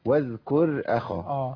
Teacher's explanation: الره ساكنة فخمة مش مركبة